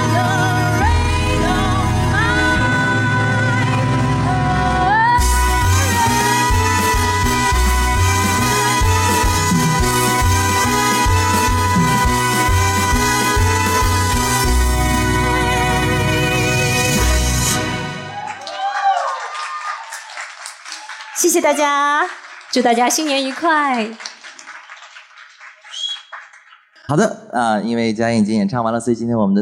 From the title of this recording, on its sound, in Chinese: 现场｜2022新年音乐剧之夜全记录